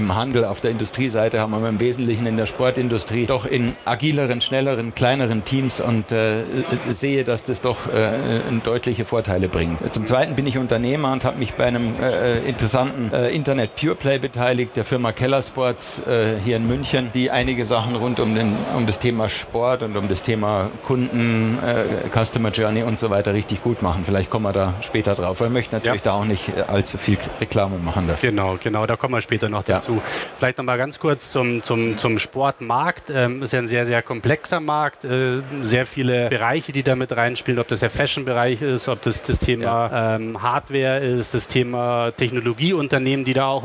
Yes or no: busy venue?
yes